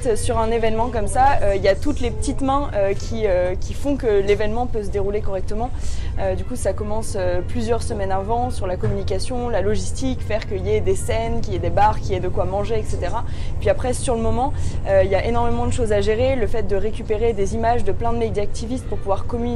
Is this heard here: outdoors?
yes